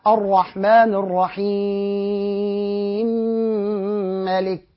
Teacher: ده أنا دخلت الميم في الميم بتاعت الرحيم وبتاعت مالك. ده الإبغام الكبير.